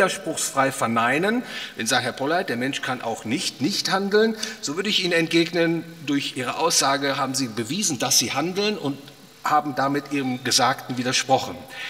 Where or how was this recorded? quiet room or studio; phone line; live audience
live audience